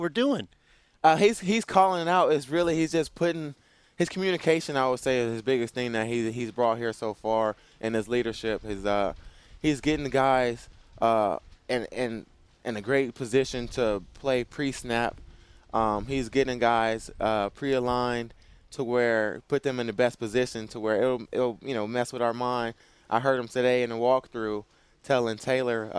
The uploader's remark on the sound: Broadcasting live from Rams Training Camp at UC Irvine